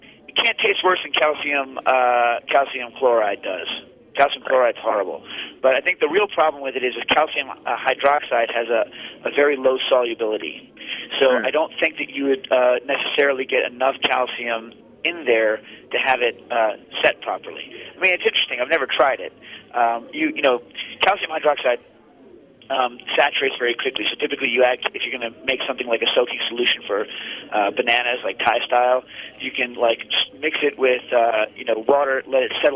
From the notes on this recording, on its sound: Live from Bogota. Cooking Issues goes from Brooklyn to Bogota. A call in show from Columbia.